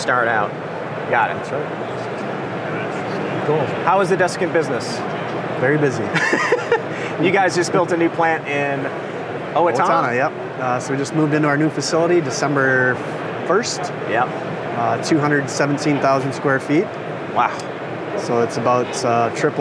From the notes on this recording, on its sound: Live AHR Expo interview.